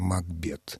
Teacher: если воспринимать его фамилию как шотландскую, вот с этой характерной приставкой «мак», то тогда ударение должно быть на втором слоге